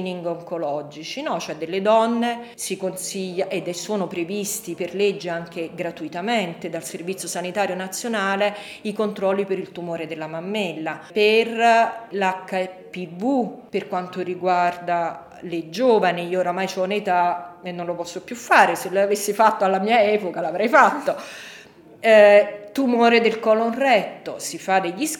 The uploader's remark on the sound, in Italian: Registrato durante il convegno: “Crimini, danni e lotte ambientali - storie e voci dal vallo di diano”.